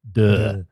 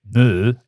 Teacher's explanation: En dat is de klinker, die kent u allemaal wel, waarbij alle spieren in de mond in rust zijn. · Term: schwa